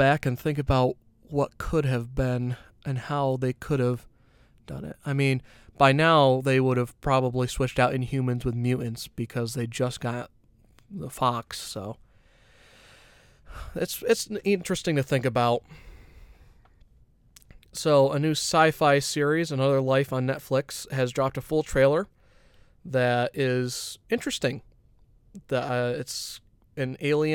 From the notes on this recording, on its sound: we’re back in the van alone